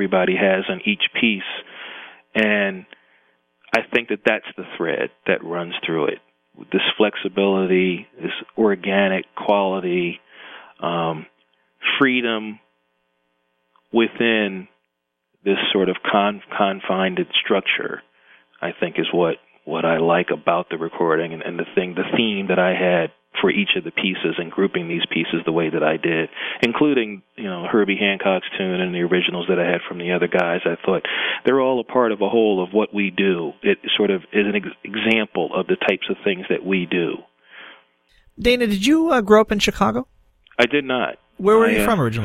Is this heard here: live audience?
no